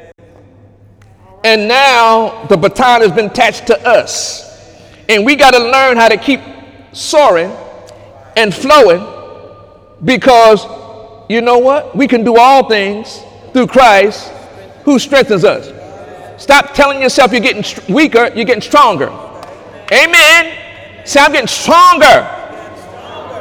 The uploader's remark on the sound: During Sunday morning service on June 24, 2018